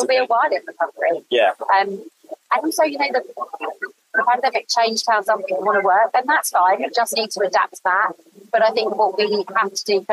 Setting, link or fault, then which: fault, poor sound quality